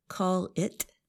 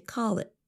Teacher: And our listeners should also notice that we don't really pronounce the letter T at the end of the phrase. Instead of saying call it, we say call it with a held T. · Shown in: second take